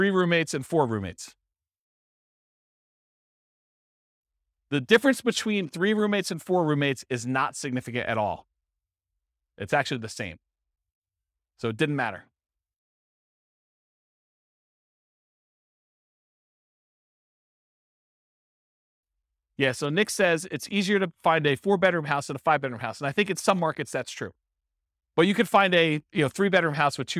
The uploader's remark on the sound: This was a live class recorded